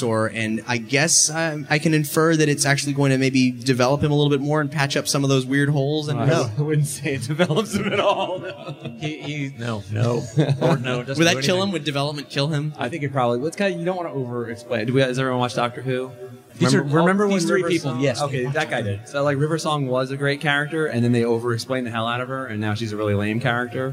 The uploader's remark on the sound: Live from HeroesCon 2013, it’s Atomic Robo Nuts & Bolts! In front of a live crowd in Charlotte, NC for the first time. (This also explains why it sounds like were in a gymnasium, there was a lot of slap-back in that tiny room.)